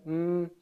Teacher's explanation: And the other distinctive feature here is nasal. M is nasal because the sound can continue through the nose